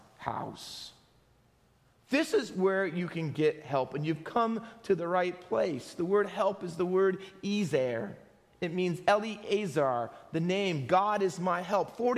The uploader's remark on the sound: Faith Baptist Church in Hamilton, NJ.